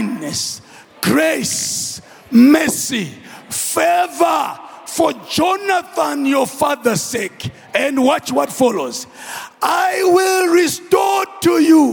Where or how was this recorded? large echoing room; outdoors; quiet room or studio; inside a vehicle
large echoing room